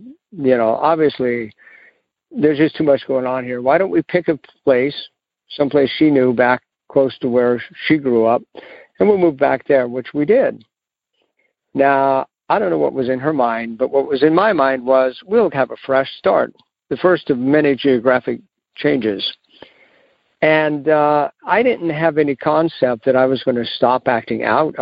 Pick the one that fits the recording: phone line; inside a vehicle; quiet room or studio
phone line